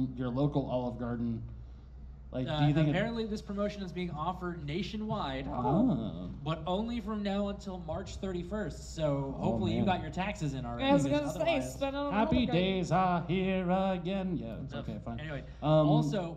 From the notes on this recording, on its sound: Live at Farpoint. We're live from Farpoint 2019!